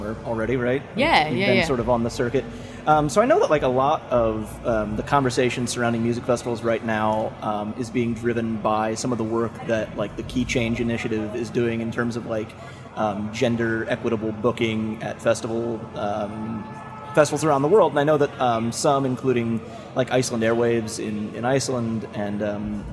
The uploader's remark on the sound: backstage at Lollapalooza